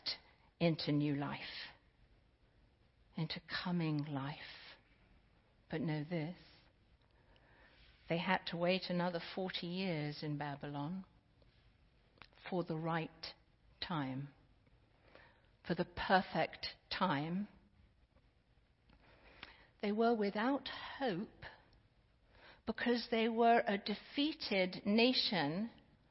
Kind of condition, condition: setting, large echoing room